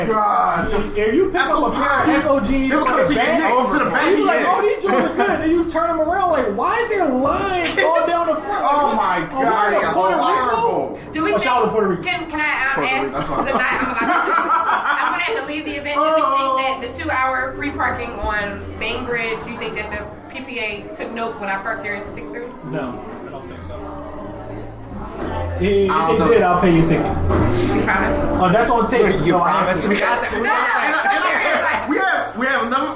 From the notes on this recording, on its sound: Broadcast live from her company Affairs Of Isis Events&#8217; launch event. Broadcast live from her company Affairs Of Isis Events’ launch event.